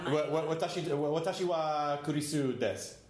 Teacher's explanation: Right, des, and it's D-E-S-U, but you don't pronounce the U